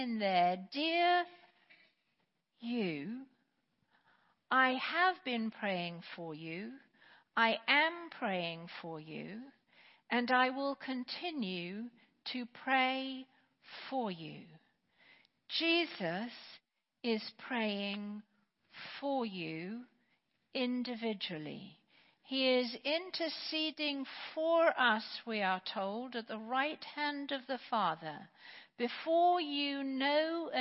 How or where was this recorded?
large echoing room